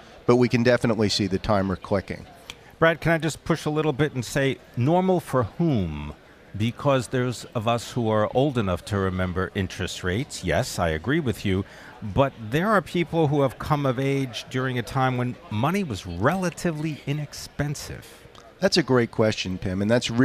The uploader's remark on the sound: Broadcasting live from Commonwealth Financial Network’s National Conference 2018 in Austin, Texas.